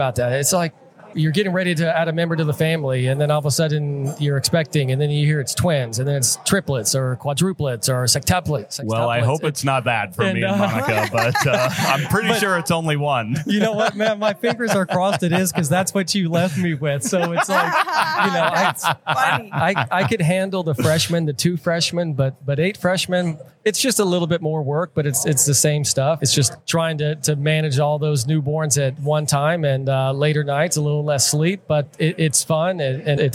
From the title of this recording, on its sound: Live at the Collegiate Open